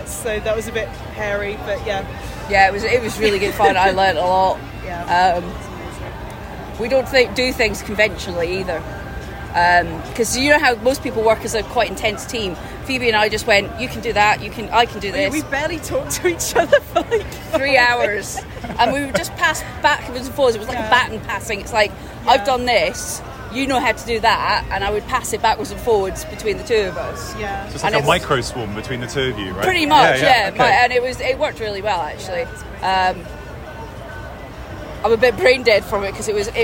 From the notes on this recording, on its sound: DEF CON 2023 Special, live from BrewDog Las Vegas. Recorded live in Las Vegas at DEF CON 31.